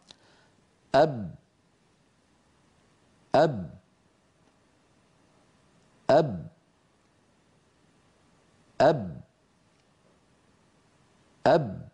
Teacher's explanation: يعني مدغمة، مدغمة في باء بعدها، تخرج بتصادم الشفتين · Term: باء ساكنة غير مقلقلة